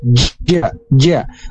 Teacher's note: huruf ja ini makhrajnya tengah lidah bertemu dengan langit-langit tengah. Nah, tengah lidah ini bertemu dengan langit-langit, ja, ja, lidahnya harus menyentuh dengan langit-langit.